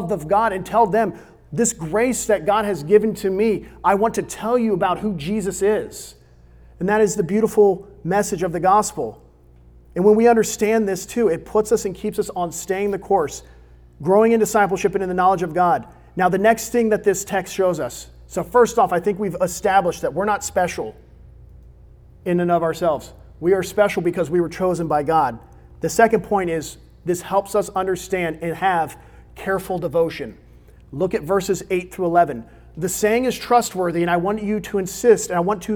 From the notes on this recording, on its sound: recorded on May 10, 2022 at Olive Baptist Church in the young adult ministry Crossroads.